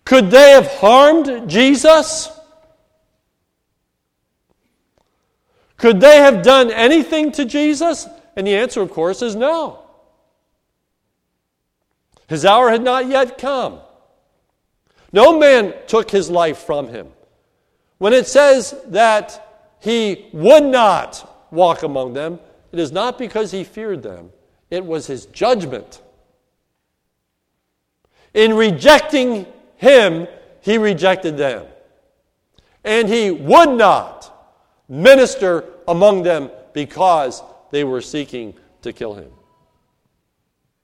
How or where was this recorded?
large echoing room